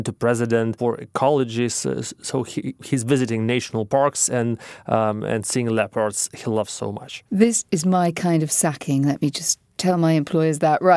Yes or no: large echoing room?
no